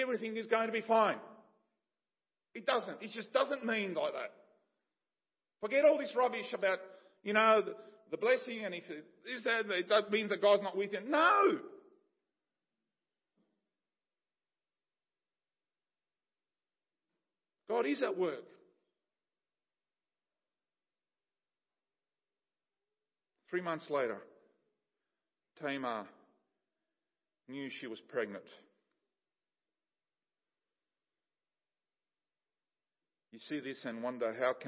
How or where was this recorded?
large echoing room